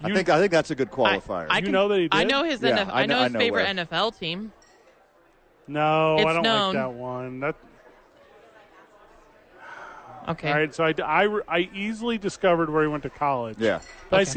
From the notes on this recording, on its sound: THE BOIS ARE LIVE AT SADIES!